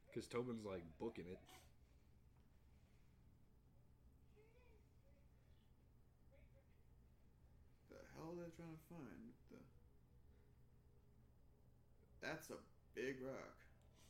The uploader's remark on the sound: Sorry for the audio, will be better in the next one, since we are getting a new mic soon.